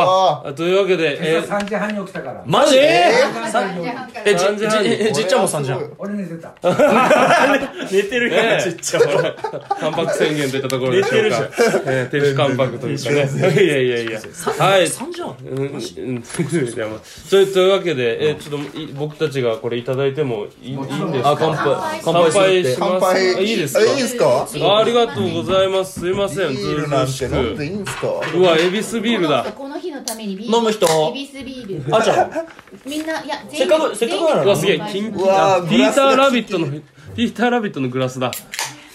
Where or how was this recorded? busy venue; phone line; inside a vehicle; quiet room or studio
busy venue